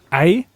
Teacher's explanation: Das ist so, das ist das Gleiche, wie wenn ich sage, weiß ich nicht, Ei, dann habe ich am Anfang von diesem E einen Glottisverschluss, deswegen habe ich so ein kleines Knacken da quasi am Anfang drin